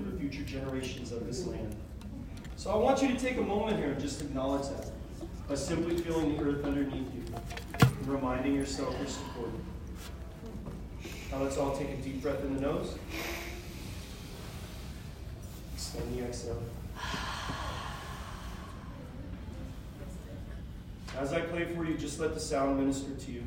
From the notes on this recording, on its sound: 2023 AATH Conference. First hand interviews, sounds from the actual conference.